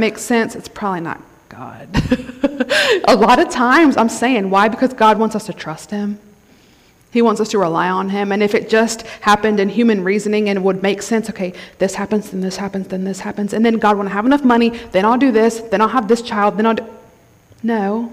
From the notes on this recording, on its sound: Thank you for joining us for this special message from our Women’s Conference!